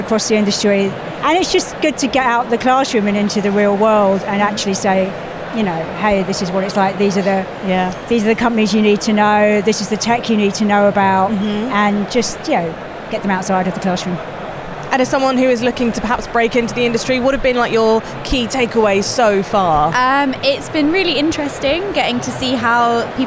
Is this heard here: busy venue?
yes